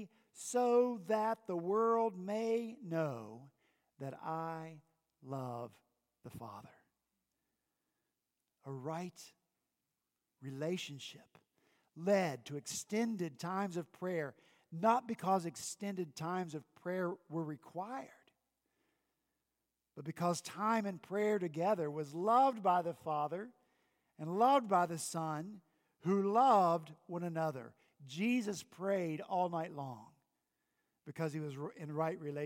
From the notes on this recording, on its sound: At Redeemer Presbyterian Church in Charleston, SC